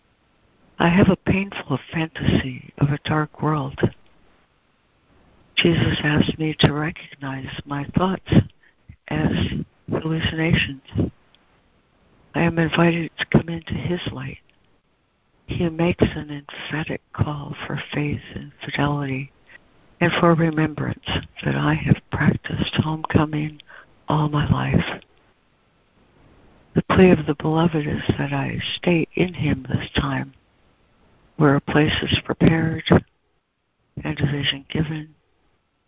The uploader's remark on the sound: ACIM Daily Conference Call